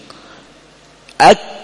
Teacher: قلنا شديدة في الكاف والتاء لأنه في البداية يحصل إيش انغلاق، هنا الشديدة، ثم لما ينزل العضو يخرج النفس فهنا تكون مهموسة. · Term: الشدة